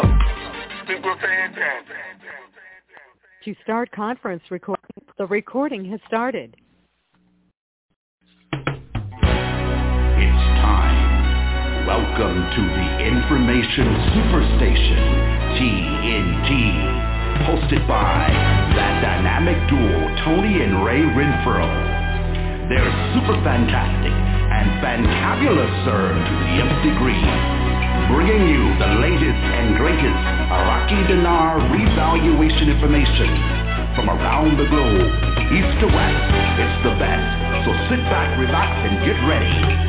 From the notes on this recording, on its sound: Conference Call